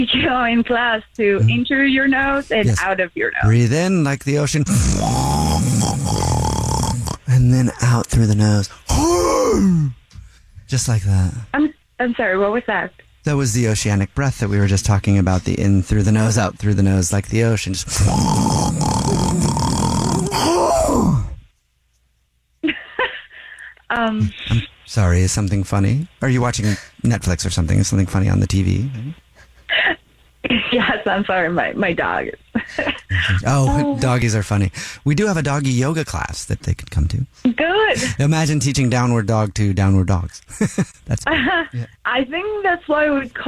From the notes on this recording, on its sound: phone prank style